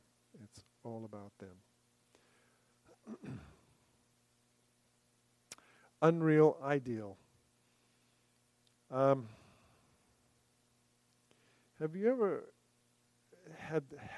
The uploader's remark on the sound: recorded September 28, 2023, at Ringgold Seventh-day Adventist Church.